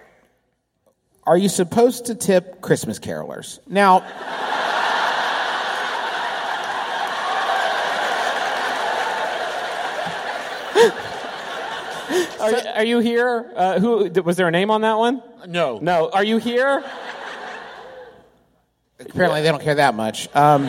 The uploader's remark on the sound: Here's another one of our live shows from our recent tour of America's most Northeastern reaches -- this time from the Wilbur in Boston! This was our first of two shows that night.